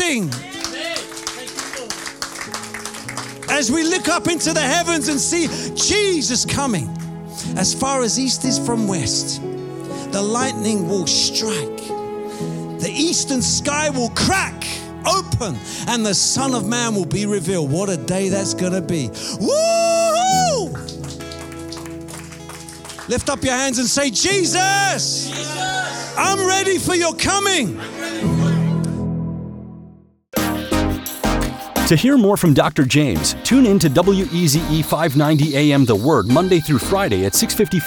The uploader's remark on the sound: Preaching at Oasis Church, Watford, England.